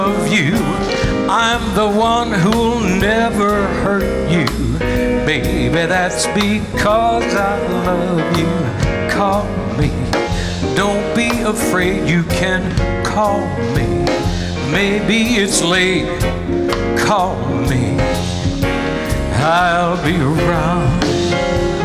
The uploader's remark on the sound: Live at the South Point Casino